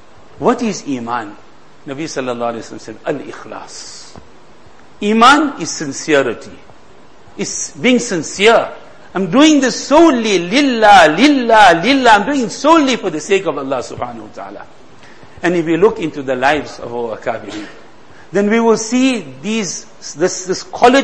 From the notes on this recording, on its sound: Jumuah lecture